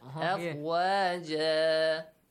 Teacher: When you stop, Tanwin Fatha is changed to... Alif mad, not sukun, alif mad.